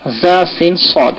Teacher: জিভা ডগা উপর নিচে সামনে দাঁতের ডগা মিলিয়ে জা সিন সাদ। আর এই তিনটি অক্ষর হচ্ছে হরফে সাফির, তাই না, সিটি যুক্ত অক্ষর । আর সাদটা অক্ষরের মধ্যে চলে আসছে হরফে ইস্তেআলা, মানে মোটা